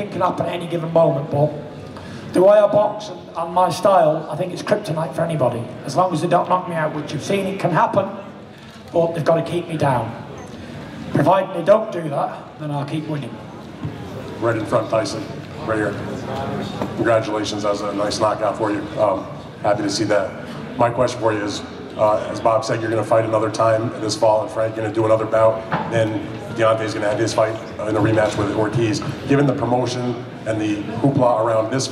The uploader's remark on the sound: Full Post fight press conference (Las Vegas)